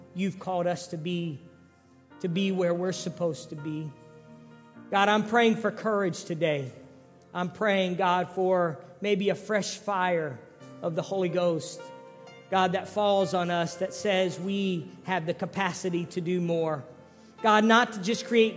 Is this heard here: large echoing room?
yes